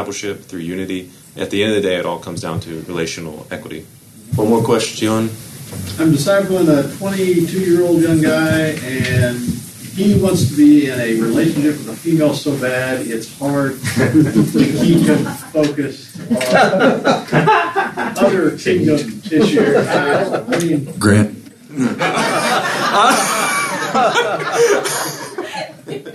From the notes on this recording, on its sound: This episode is from Leadership Network, recorded at the National Disciple Making Forum.